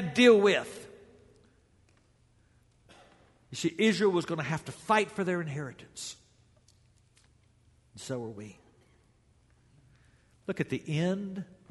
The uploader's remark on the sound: This series of lessons was preached during the Greater Things Capital Campaign for The Hills Church.